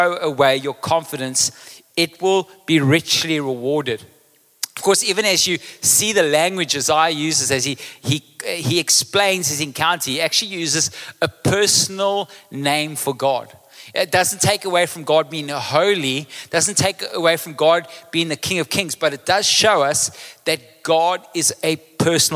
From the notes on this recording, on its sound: Recorded live on Sunday 9th July the 2023